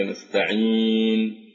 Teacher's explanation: أو الياء في قوله تعالى مثلا إياك نعبد وإياك نستعين، فنمد الياء في نستعين إذا وقفنا على نستعين ولم نصلها بما بعدها · Term: المد الساكن العارض